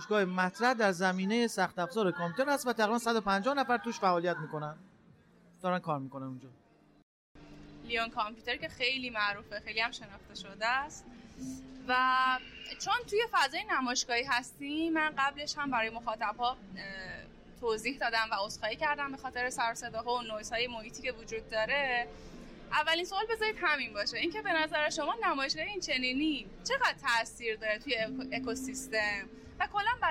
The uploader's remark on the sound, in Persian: این قسمت در نمایشگاه ETex گیلان ضبط شده